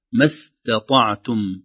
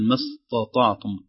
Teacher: انتبه للتاء المرققة قبل الطاء المفخمة · Shown in: first take